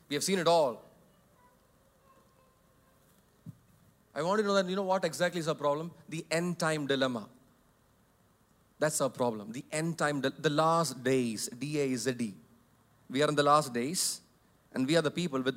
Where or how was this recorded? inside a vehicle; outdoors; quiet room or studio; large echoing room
large echoing room